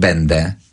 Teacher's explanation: Możesz powiedzieć będę i e jest na końcu dźwięczne, więc go słyszy, że będę. Możesz powiedzieć, a jak będzie bezdźwięczne e, będzie takie, to będzie będę.